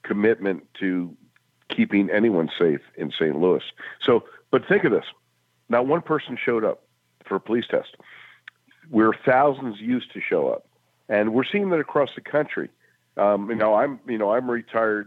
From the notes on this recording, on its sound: we take your calls in open phones across America